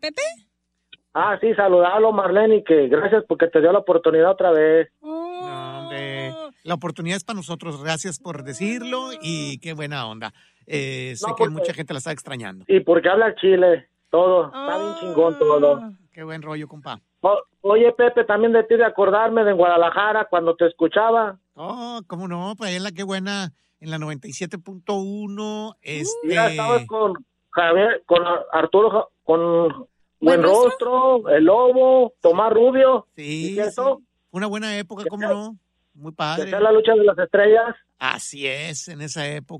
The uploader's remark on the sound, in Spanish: recibe llamadas del público en VIVO